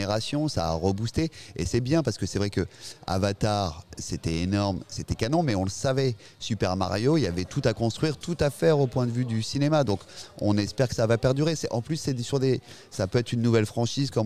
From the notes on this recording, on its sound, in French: Episode enregistré au cinéma Les 7 Batignolles le mardi 9 mai 2023